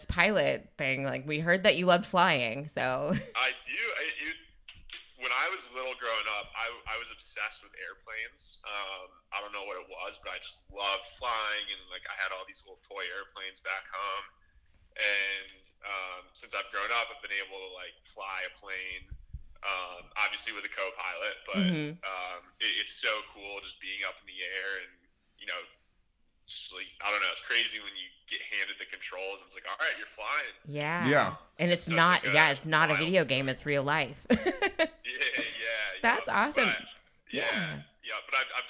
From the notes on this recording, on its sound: we do a 45 minute phone interview